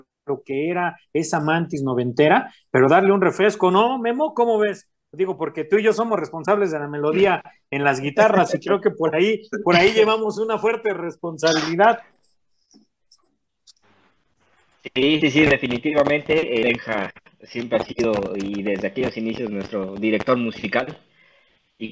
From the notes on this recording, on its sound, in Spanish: Charlamos vía zoom